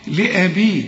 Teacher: شوف الباء هنا مكسورة ازاي ومرققة